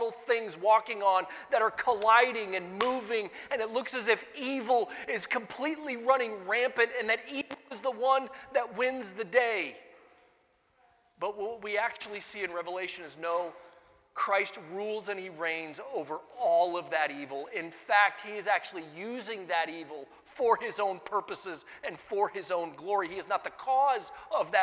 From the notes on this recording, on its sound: Sunday Morning Sermon Audio